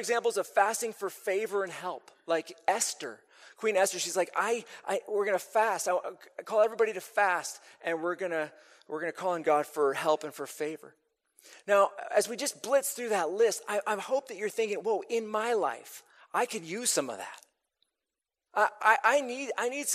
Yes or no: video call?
no